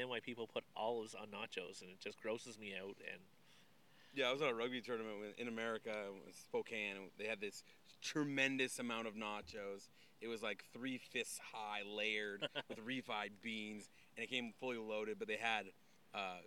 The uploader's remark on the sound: I am sitting at a park bench.